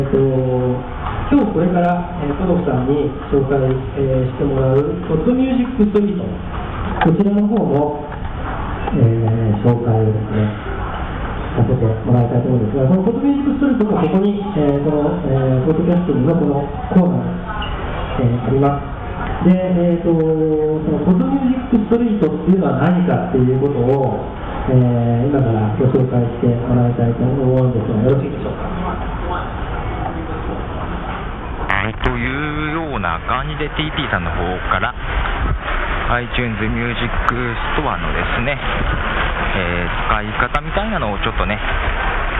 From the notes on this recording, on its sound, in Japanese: ポッドジャム名古屋栄の様子をお届けします。名古屋駅の雑踏より歩きながらの録音です。